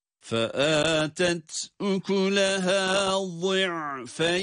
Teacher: Yani ya harfini cezimli halde uzatarak okuyoruz.